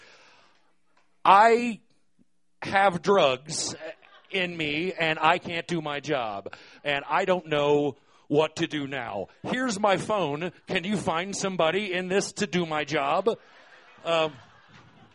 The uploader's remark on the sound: These stories were recorded by our good friends at The Denver Diatribe at Deer Pile on February 21st, 2013.